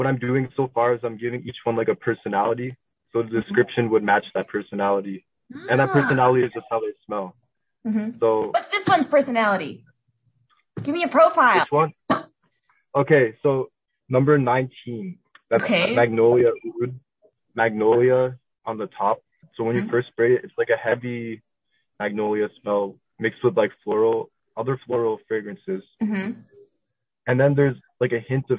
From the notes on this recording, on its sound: I asked if I could simply record a cold phone call with him, and he was miraculously game. This is our literal phone conversation of our first time ever speaking.